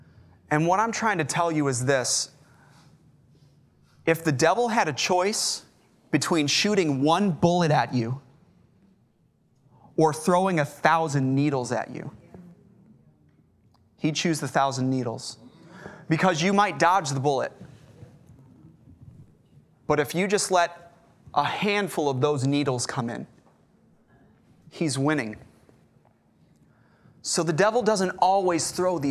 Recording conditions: large echoing room